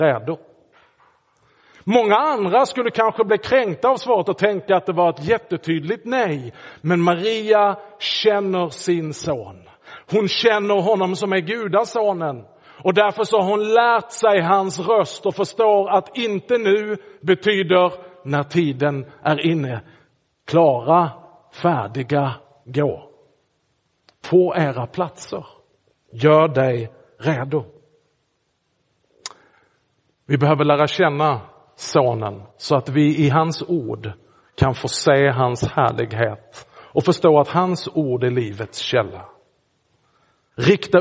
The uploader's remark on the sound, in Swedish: Inspelad i Roseniuskyrkan den 14 januari 2024.